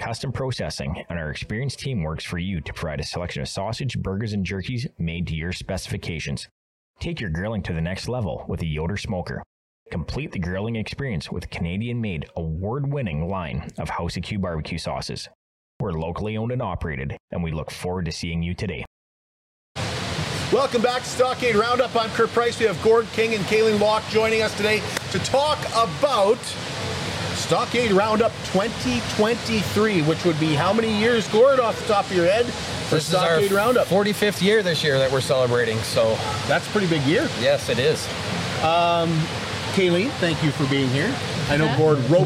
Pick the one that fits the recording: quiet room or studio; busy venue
busy venue